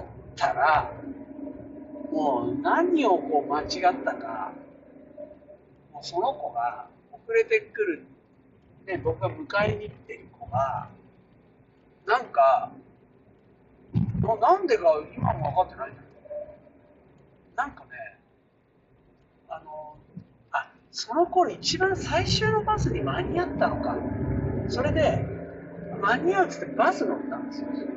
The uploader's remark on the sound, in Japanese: 車を運転しながら